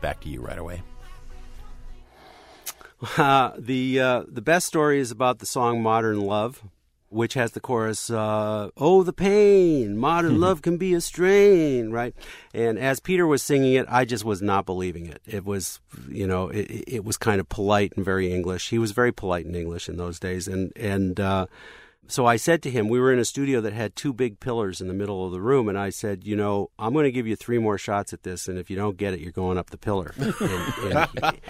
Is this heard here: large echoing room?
no